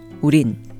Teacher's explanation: when the particle 는 follows a vowel-ending noun, it's often shortened to the Korean consonant 니은, whose sound value is the same as the English N sound. That consonant, in turn, is added directly to the end of the vowel-ending word it follows.